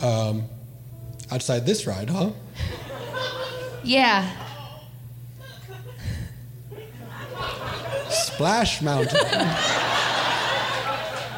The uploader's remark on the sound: The following was recored live 9-19-2023 at Mississippi Studios in Portland Oregon. This was the 2nd of two shows played last night.